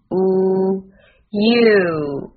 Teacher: 这个音舌身后缩，舌后部尽量向软腭抬起，它是后元音中舌位最高的一个 · Term: 长元音